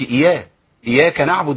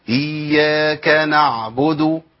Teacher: همزه محركه بكسر اي وخش على اليائين الاولى ساكنه والثانيه متحركه · Shown in: second take · Term: ياء مشددة